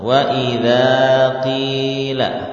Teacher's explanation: Ini juga panjang karena diikuti dengan huruf mad, yaitu ya sukun. Maka harus dipanjangkan qafnya yang kasrah ini.